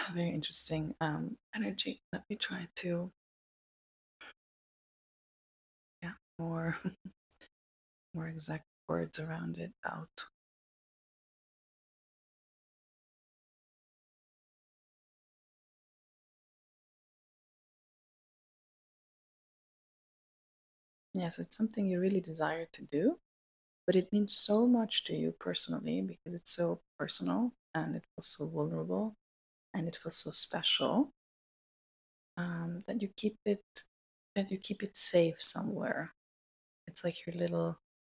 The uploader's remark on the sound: Excuse though the quality. Something weird was going on with the sound that I was not able to correct, no matter what I tried.